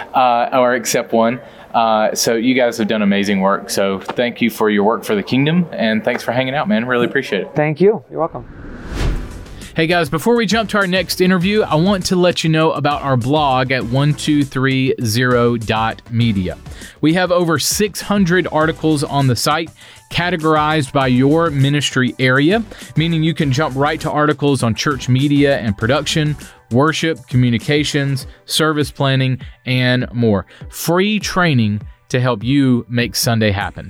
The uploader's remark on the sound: Two interviews that we conducted while we were at Experience Conference in Orlando.